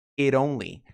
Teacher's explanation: Quando você tem o T com uma vogal na frente, esse T fica com esse som de R.